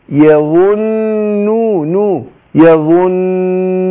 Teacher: أنا عايز أفخم الظاء وبعدين أدخل على إيه على غنة النون، أقول إيه وإن هم إلا يا يا، شوف أرقق الياء وأروح إيه الظاء، يعني الظاء مفخمة وقعت بين حرفين مرققين